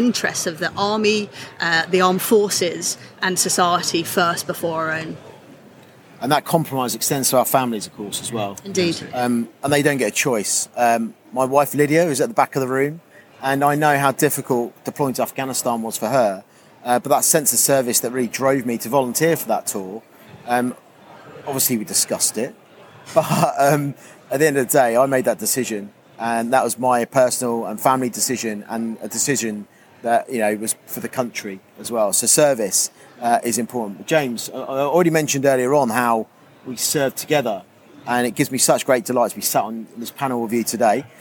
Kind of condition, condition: setting, live audience